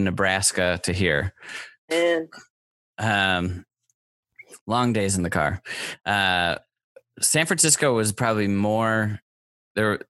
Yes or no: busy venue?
no